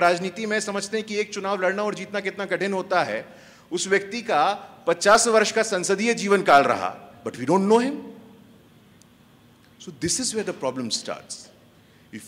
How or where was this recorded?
live audience